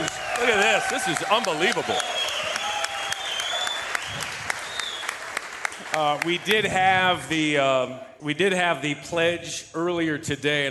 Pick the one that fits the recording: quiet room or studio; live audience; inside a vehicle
live audience